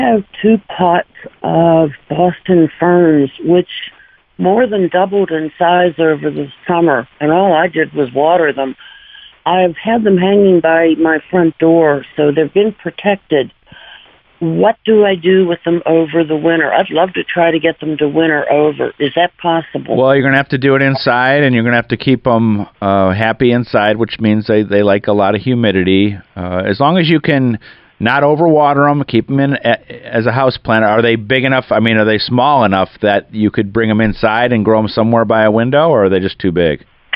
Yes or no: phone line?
yes